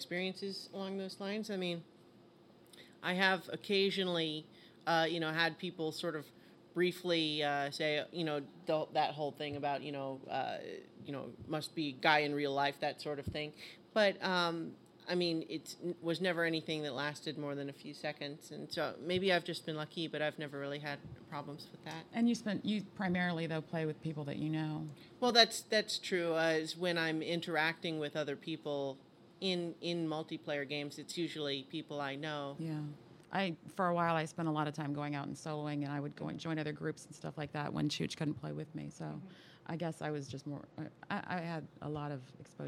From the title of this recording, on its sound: Live from Balticon